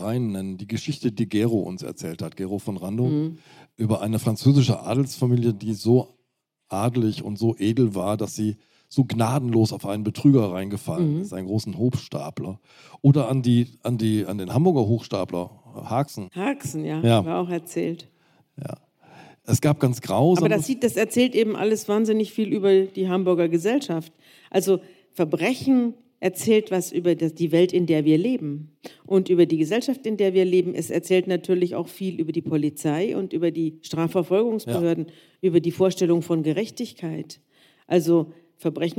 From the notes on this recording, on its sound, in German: Liveaufzeichnung von der Langen Nacht der ZEIT (Teil 2).